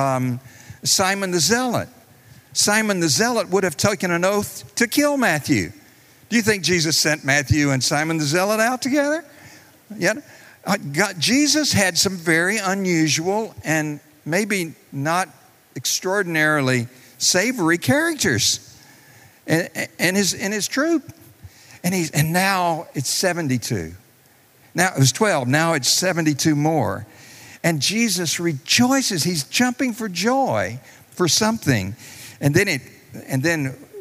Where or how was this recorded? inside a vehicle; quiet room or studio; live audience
live audience